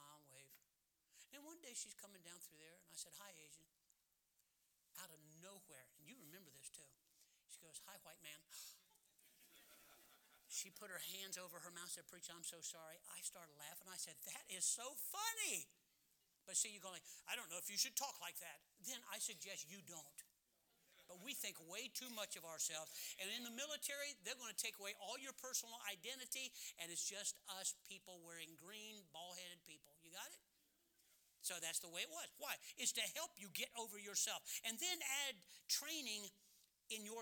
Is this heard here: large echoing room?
yes